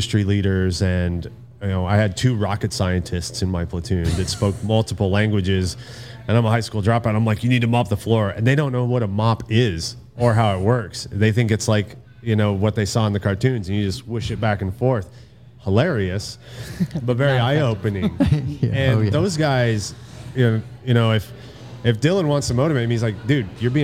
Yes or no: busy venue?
yes